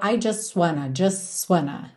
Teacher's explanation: E repara como você não ouve o T do just.